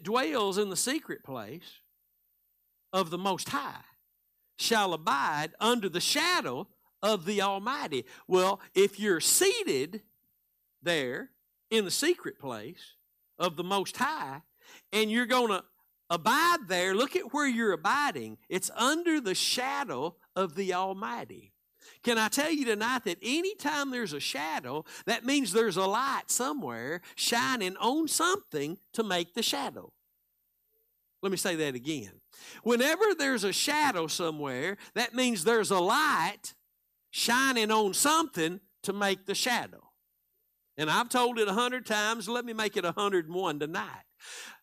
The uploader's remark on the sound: Live Wednesday Evening Service